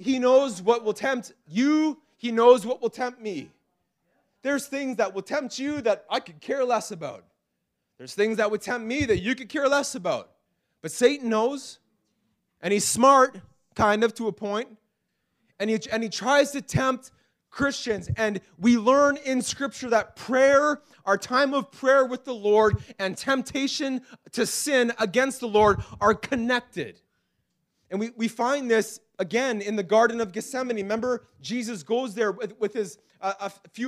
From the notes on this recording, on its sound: This message was preached in April 2019 at Freedom Life Church in Kitchener Ontario